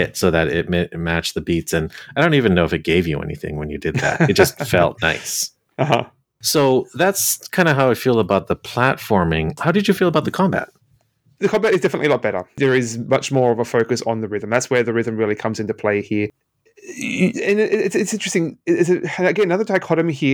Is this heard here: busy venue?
no